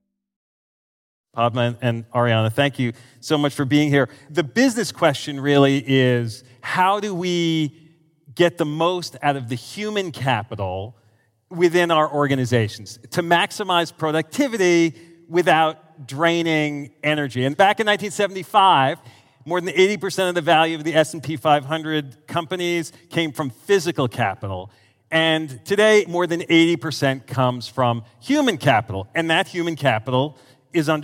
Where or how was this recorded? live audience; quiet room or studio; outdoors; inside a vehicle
live audience